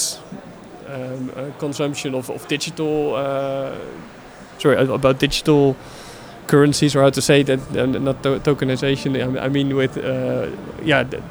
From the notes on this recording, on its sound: This podcast was recorded live at Money 20/20 Europe in Amsterdam.